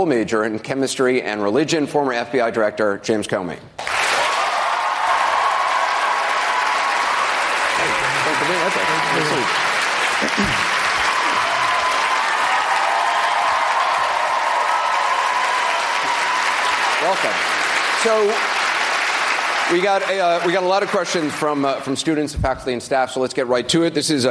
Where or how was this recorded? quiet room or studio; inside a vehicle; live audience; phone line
live audience